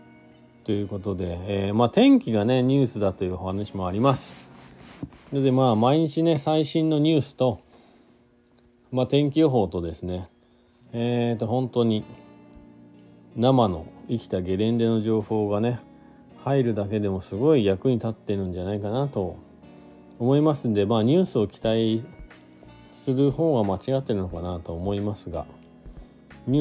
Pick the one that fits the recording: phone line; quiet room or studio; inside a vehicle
inside a vehicle